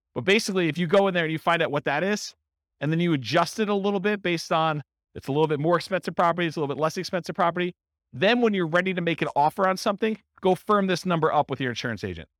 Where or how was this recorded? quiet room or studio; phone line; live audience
live audience